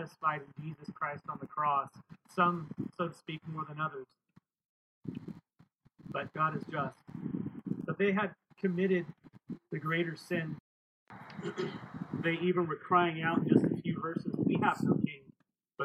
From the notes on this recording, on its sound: This message was recorded outdoors, so expect some wind noise.